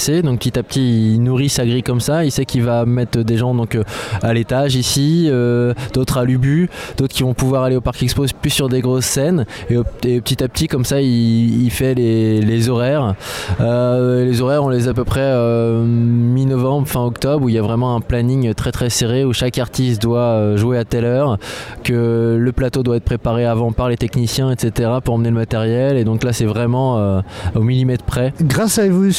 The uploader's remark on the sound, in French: Interview en direct des Transmusicales, au Liberté